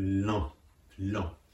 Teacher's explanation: 「ん」という時に「ん」を口で言わないで鼻から発音するように